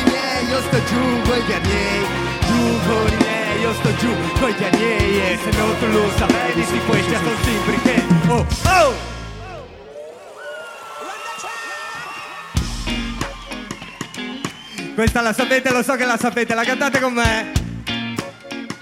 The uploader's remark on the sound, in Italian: in diretta dal Teatro Comunale Palamostre di Udine